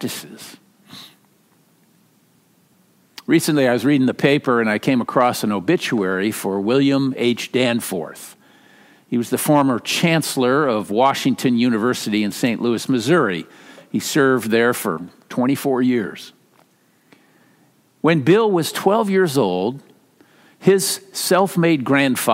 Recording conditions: large echoing room